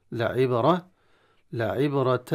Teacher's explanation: القلقلة في الباء ساكنة تقلقل قلقلة صغرى